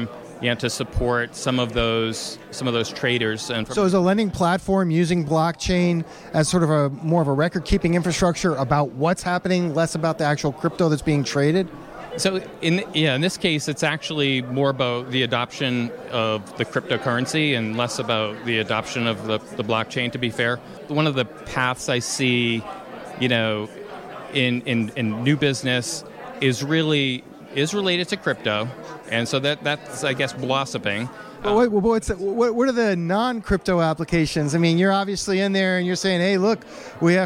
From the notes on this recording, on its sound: During a Boston Blockchain Association event at the Suffolk University campus in downtown Boston, Massachusetts.